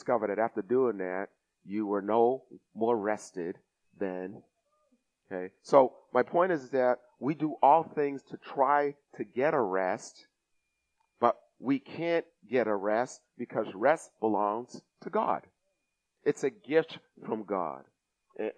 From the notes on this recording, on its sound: Recorded at the 08:30am service